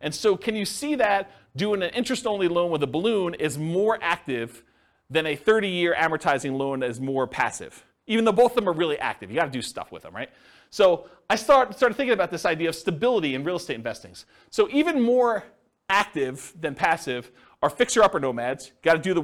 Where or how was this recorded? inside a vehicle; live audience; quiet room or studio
live audience